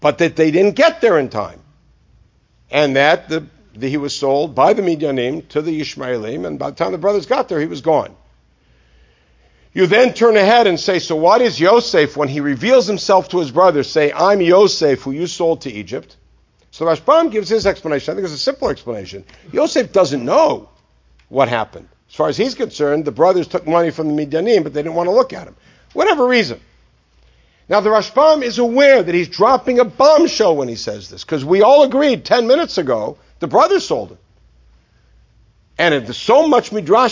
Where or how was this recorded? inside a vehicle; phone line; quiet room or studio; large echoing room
large echoing room